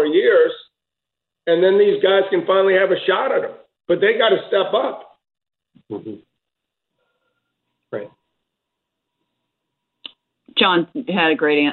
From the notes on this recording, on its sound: 2021 Australian Open Conference Call